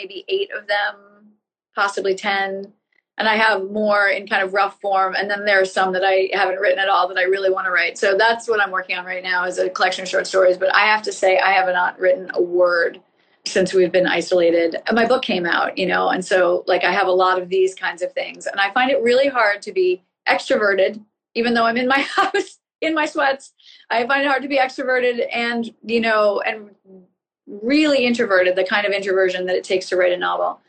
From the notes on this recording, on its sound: which I did via Instagram Live in conjunction with the Montclair Literary Festival